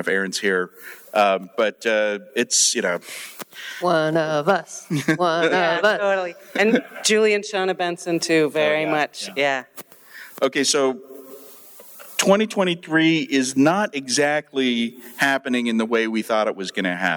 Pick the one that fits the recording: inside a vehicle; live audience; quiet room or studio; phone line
live audience